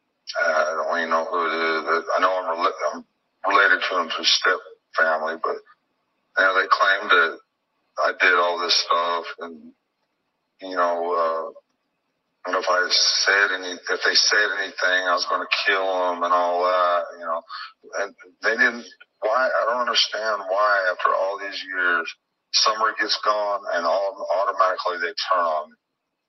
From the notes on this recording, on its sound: Listen to the audio phone interview